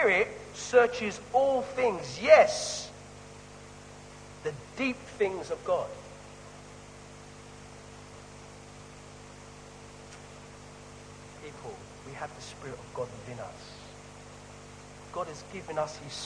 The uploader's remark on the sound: Sorry for the poor quality of this weeks recording